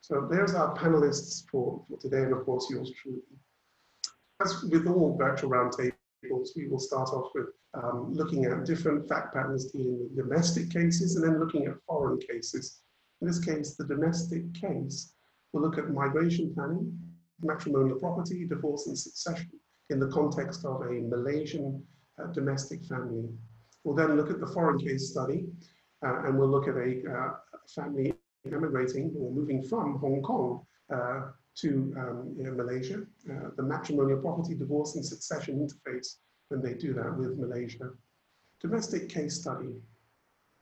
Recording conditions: video call